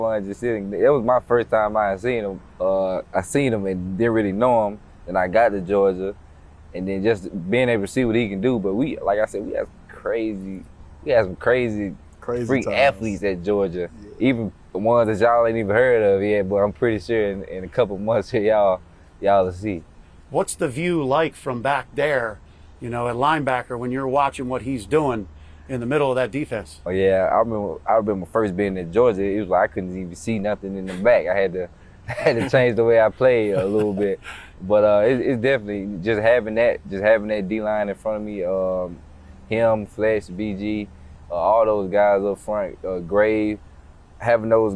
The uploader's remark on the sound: outside of the NovaCare Complex at training camp